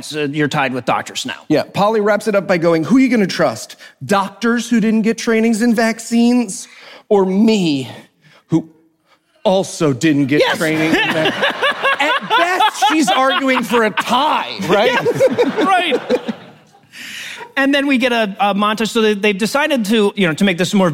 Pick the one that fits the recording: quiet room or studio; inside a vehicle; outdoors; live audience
live audience